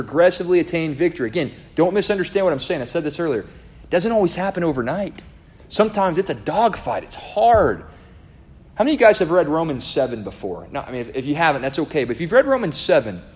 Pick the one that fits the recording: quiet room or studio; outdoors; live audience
live audience